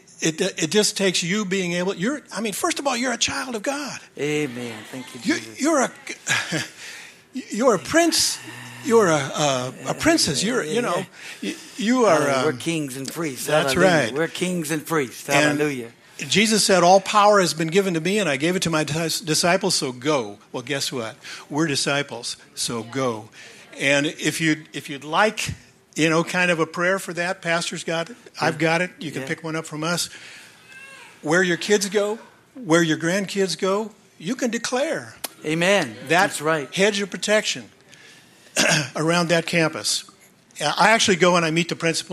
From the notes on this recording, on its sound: is from the Sunday serivce on April 16, 2023 at Harvest Bible Church in Stockton, CA.